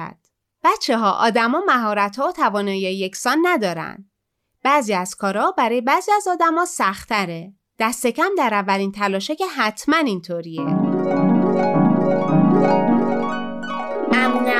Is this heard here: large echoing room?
no